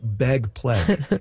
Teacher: among some speakers, particularly notable in Vancouver and Seattle, and maybe a little bit of Portland, ags are turning into eggs, and surprisingly, A's are going down · Term: pre-G merger